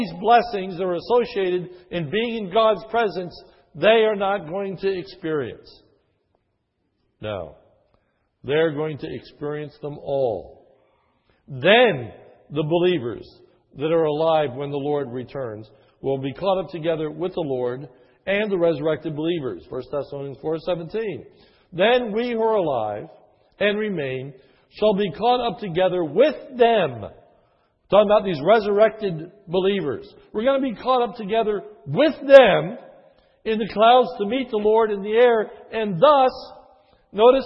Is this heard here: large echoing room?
yes